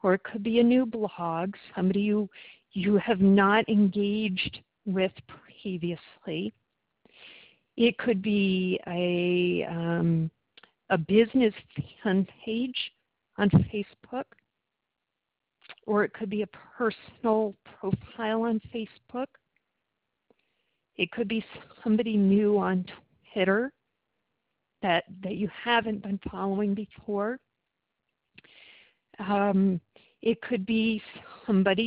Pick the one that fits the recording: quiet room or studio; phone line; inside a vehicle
phone line